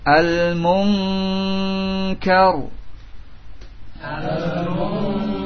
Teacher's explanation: nun sudah kita pelajari memiliki sifat gunnah yang masuk ke lubang hidung. Sementara pangkal lidah ini dekat dengan lubang yang masuk ke hidung.